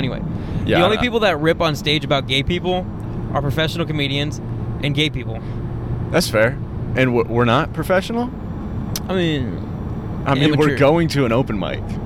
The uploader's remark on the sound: We go to our first open mic. Half we recorded on the way to the mic, and half was recorded on the way back.